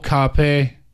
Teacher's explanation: It's the same tone for the first syllable and the second syllable.